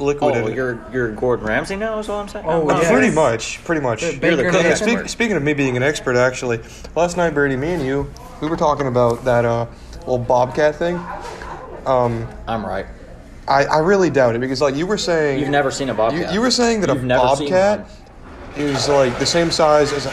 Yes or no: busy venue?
yes